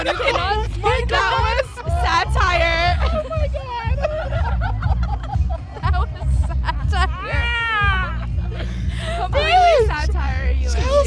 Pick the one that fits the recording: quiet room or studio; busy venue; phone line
busy venue